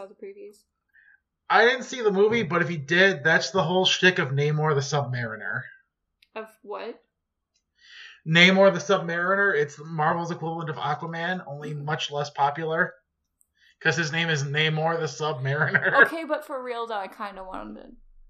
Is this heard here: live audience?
no